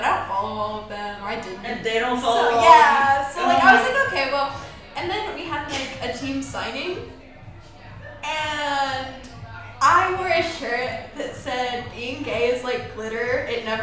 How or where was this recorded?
busy venue